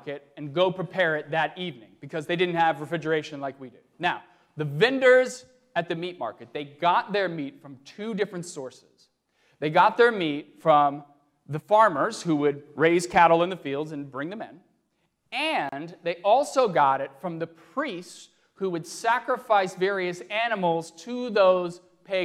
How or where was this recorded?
large echoing room